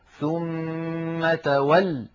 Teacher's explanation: ولا بد من الضغط على اللام المشددة